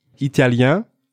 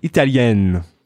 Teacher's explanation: Italien is spelled I-E-N at the end, which is the sound yin. And Italienne is spelled I-E-N-N-E at the end, which is the sound yen.